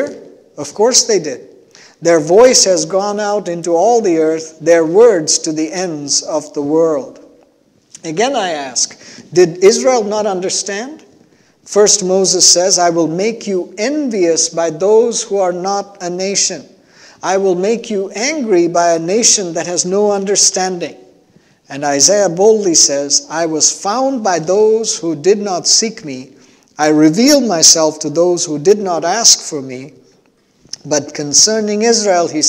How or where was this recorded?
large echoing room